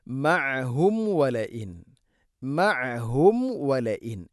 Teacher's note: മഅഹും വലഇൻ ഖൂതിലു മഅഹും വ സാക്കിന മീമിന് ശേഷം വ വന്നാൽ മീമിനെ പൂർണ്ണമാക്കണം. രണ്ട് ചുണ്ട് തമ്മിൽ തട്ടിച്ച് മീമിനെ കൃത്യമായിട്ട് ഉച്ചരിക്കണം